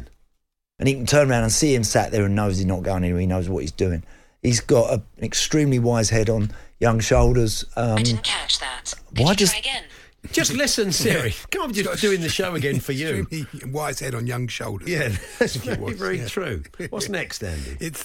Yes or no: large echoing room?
no